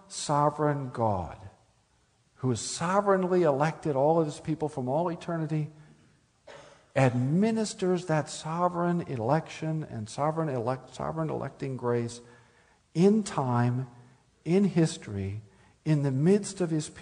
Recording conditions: live audience